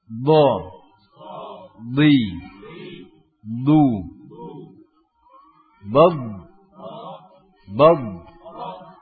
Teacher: Ketika mengucapkan bod, lidah bagian tepi ditempelkan dengan gigi geraham atas. Kemudian lidah bagian belakangnya dinaikkan ke atas sehingga terdengar suara yang tebal